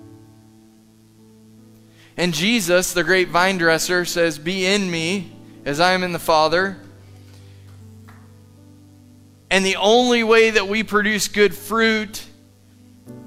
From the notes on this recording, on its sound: Live from The Summit Church in Dover, OH